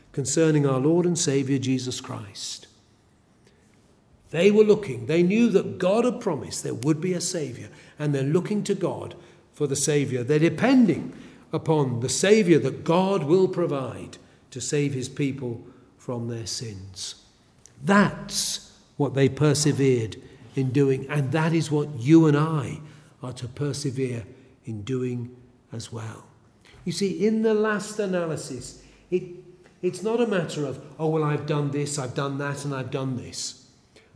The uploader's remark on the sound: A sermon preached at Elswick Parish Church.